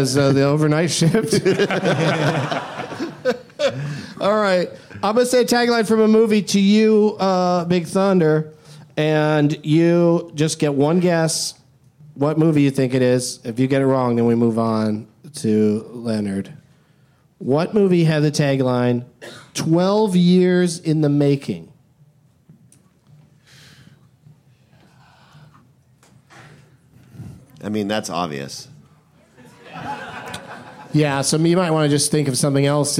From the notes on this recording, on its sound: Live from SXSW in Austin.